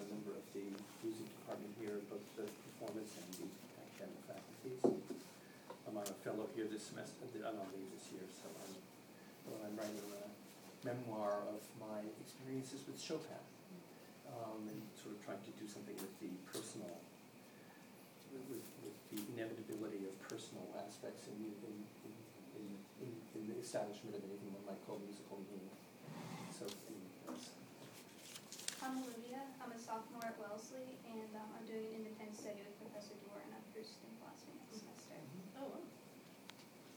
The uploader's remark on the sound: April Vacation Bonus: Proust and Philosophy Conference at Wellesley College. Part 1: Short Intro (audio sketchy).